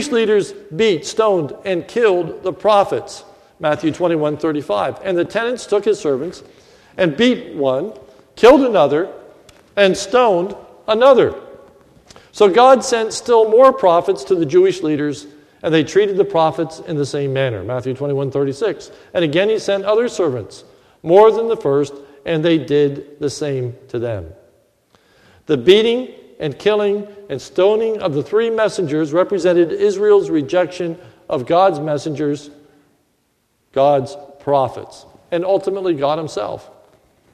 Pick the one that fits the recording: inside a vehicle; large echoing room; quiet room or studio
large echoing room